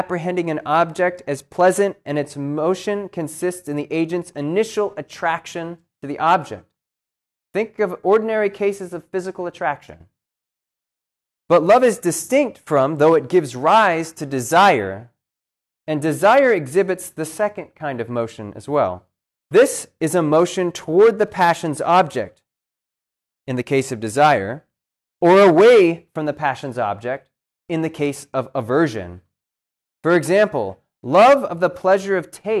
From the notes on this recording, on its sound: This lecture was given on March 7th, 2023, at Cornell University